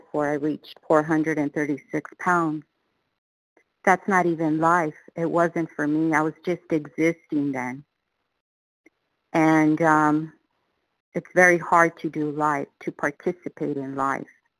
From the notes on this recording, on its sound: qualification from the 100 Pounders Phone Meeting